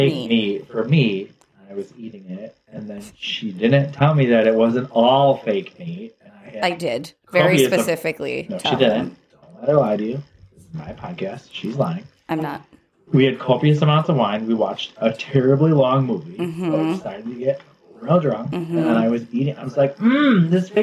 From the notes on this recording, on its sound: Sorry about the audio quality.